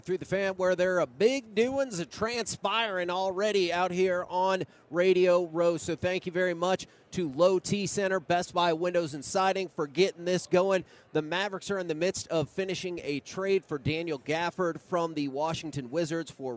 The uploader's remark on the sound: LIVE from Radio Row in Las Vegas